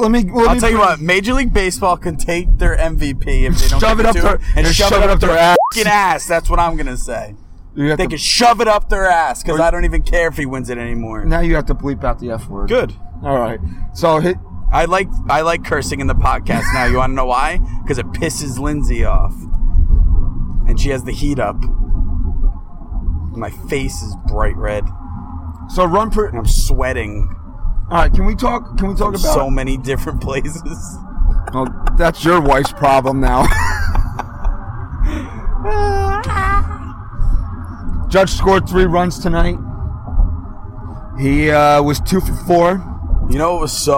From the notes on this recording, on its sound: It is time to give our instant reaction to AL Wild Card Game LIVE from Yankee Stadium.